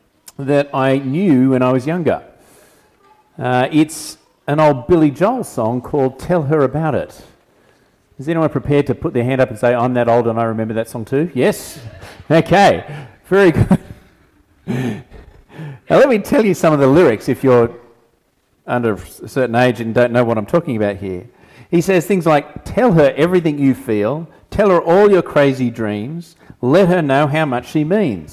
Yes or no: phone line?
no